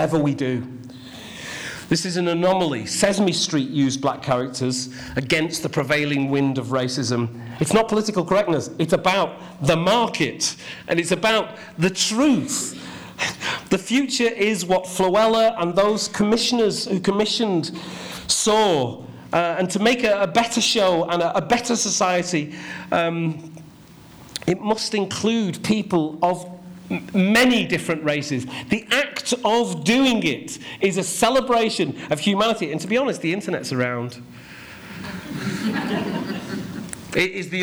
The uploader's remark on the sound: CMC 2016 - Opening Keynote